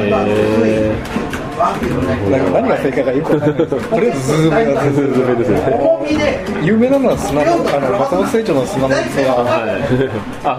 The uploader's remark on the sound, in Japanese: ２０１９年４月に東京でお会いしたときの音声です。録音環境が店内のため、お聴きづらい点があることをご容赦ください。